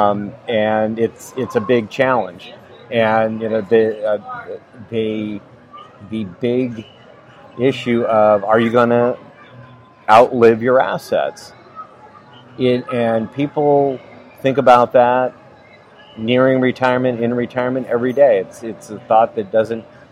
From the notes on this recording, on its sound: Is interviewed LIVE on November 7 at the Bruin Professional Beverly Hills Chapter meeting.